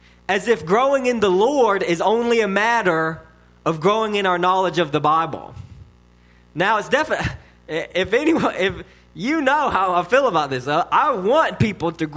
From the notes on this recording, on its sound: sermon delivered to Cottondale Baptist Church in Eastman, GA